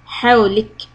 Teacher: Stop on kaf, hams. So little air will flow.